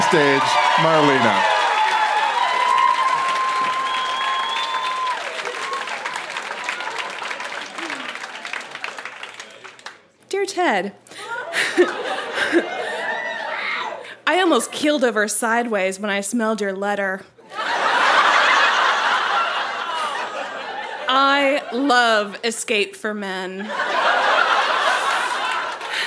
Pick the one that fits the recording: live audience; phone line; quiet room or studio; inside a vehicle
live audience